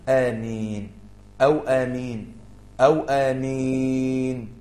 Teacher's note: مد عرض للسكون، اثنين حركتين أربع حركات ست حركات